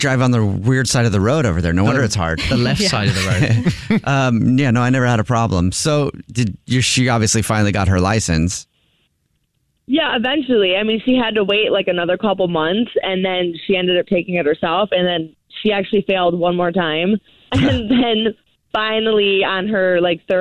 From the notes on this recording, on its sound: The woman on the phone has a Dirty Little Secret.